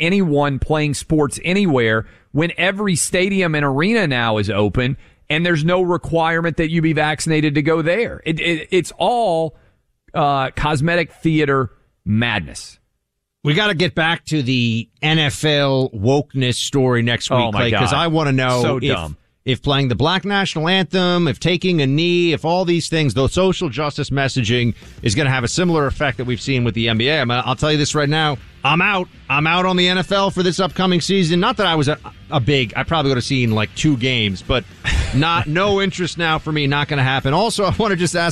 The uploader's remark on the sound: A spicy phone call